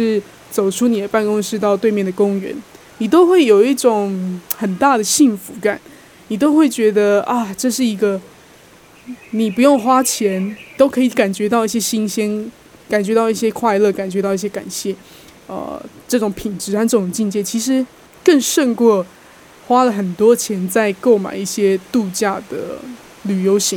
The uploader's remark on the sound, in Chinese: 第一次嘗試戶外錄音，才剛講完峇里島雨季很猖狂，果然一錄就給我下雨。現在也想在這裡用戶外錄音的方式真實呈現給你們看。